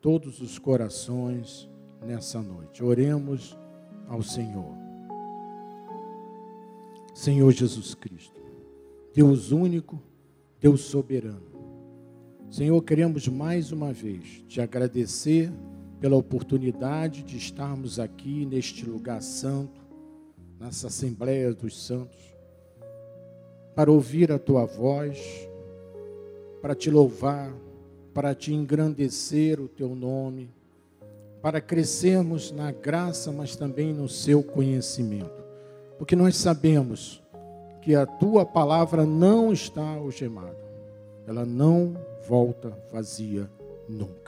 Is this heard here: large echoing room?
yes